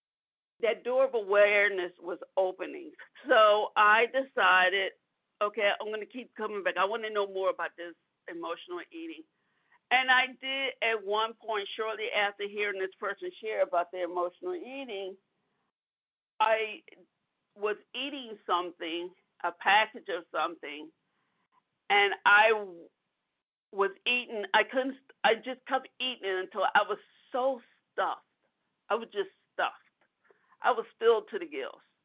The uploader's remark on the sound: from the 100 Pounders Phone Meeting, 2/13/23